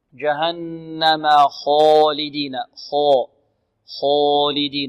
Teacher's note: الخاء مفخمة لأنها من حروف الاستعلاء